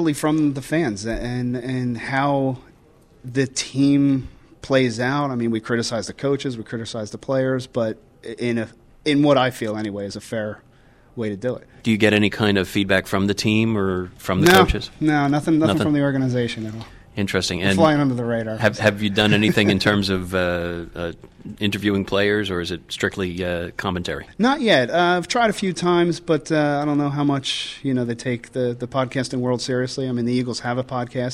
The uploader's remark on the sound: Special LOC Podcast: PodCamp Philly Podcast. In this live recording from PodCamp Philly 2010.